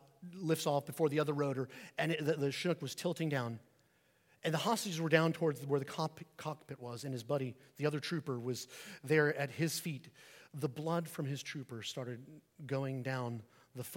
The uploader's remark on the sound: Sermon preached on Remembrance Sunday, 12 November 2023 at St Peter the Fisherman